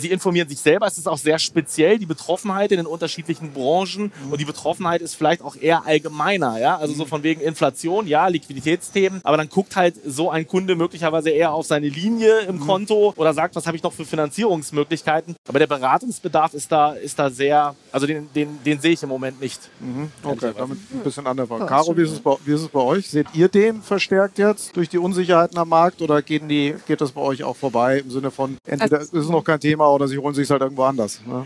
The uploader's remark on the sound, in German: Eine Aufzeichnung des gleichnamigen Panels von der Banking Exchange 2022 in Frankfurt am Main